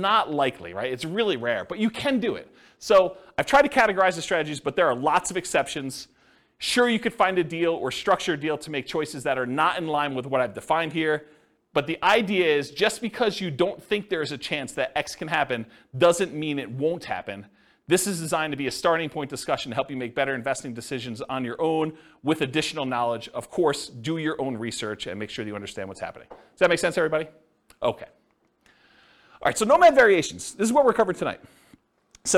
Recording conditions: live audience